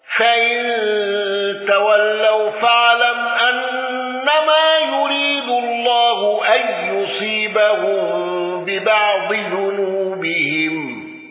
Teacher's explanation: قالوا بصلة ميم الجمع واندرج معه ابن كثير وأبو جعفر